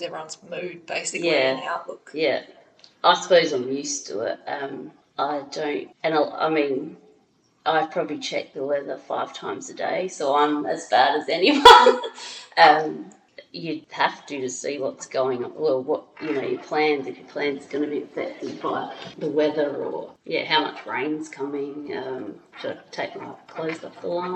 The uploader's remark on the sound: There's a little echo in this one, so please bear with us